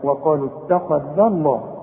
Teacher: مدام الذال هنا مفتوحة يبقى لفظ الجلالة مفخم، لو الحرف مكسور يبقى انرقق لفظ الجلالة.